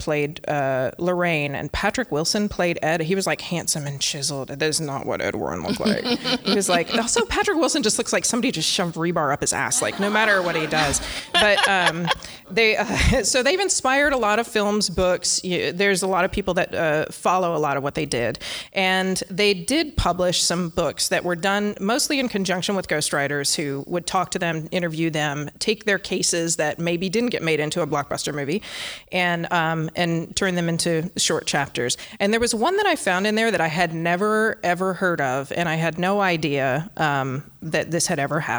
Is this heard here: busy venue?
yes